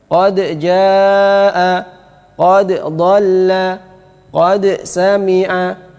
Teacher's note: ini semua dalnya dibaca dengan izhar, artinya ada qalqalahnya